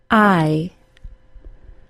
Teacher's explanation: The long I ends in a sound similar to a Y sound, I. The long I begins with the tip of the tongue in a neutral position in the mouth.